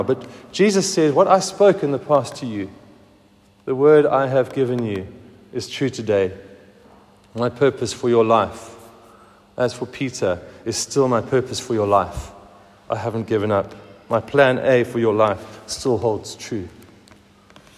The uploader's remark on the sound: Recorded at the 7:45am service on Sunday 16th July 2023